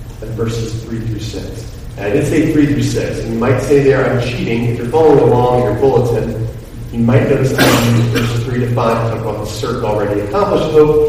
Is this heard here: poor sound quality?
yes